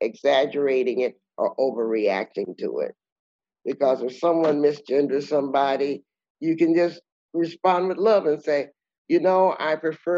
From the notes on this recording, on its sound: Recorded in public the 21st of November 2020. This episode was recorded on Zoom thanks to Les Créatives festival in November 2020.